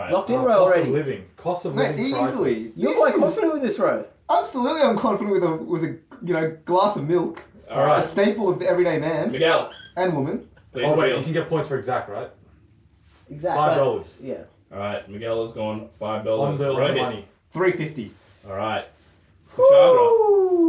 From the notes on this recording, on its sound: Our episode starts with an apology this week as our audio is completely scuffed throughout as well having to scrap our usual weekly wrap up segment.